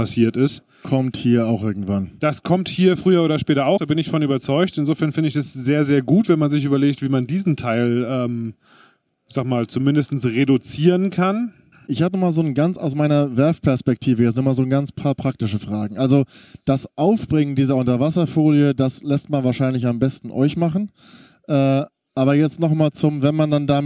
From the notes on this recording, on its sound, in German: Live Mitschnitt von der boot Düsseldorf.